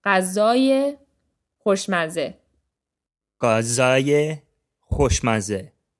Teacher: the emphasis here isn't on the ye sound, it's on the second syllable of غذا